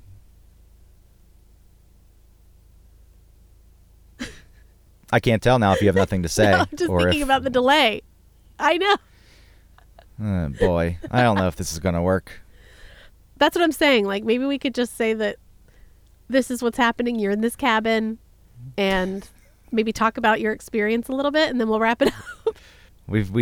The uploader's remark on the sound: Recording Inside A Snowed In Car In Rural Maine